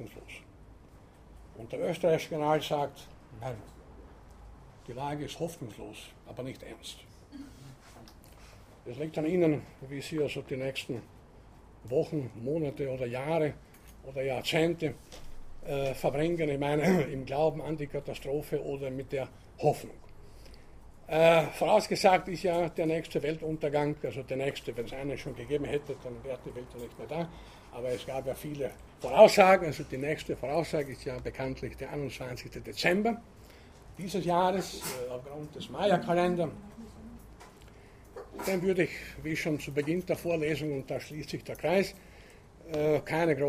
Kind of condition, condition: setting, large echoing room